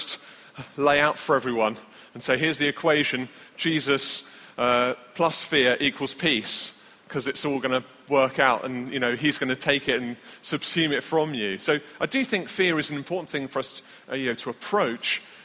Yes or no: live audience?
yes